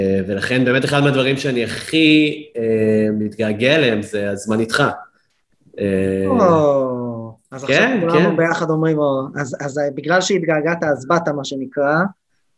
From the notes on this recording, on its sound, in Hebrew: הפרק הוקלט דרך הזום.